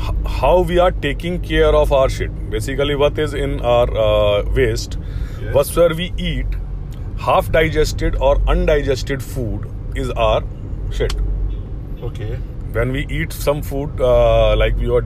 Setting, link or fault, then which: setting, inside a vehicle